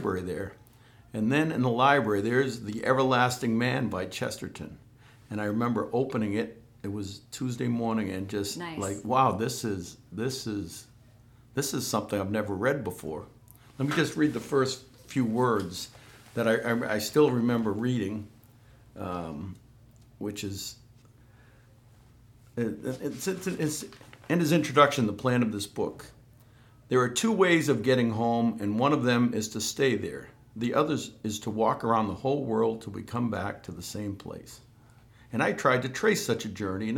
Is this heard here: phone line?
no